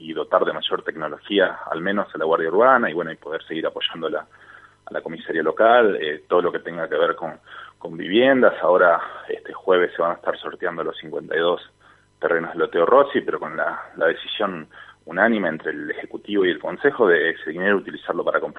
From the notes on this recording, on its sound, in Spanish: Entrevista telefónica.